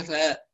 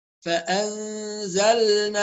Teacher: فأنزلنا، نخلي بالنا هنا من حاجتين، تحقيق الهمزة بنسمع كتير من الطلاب يسهل، فأنزلنا لا ليس فآ نحقق الهمزة جيدا بلطف، كذلك اللام الساكنة نحافظ على ظهورها · Shown in: second take · فأنزلنا هكذا.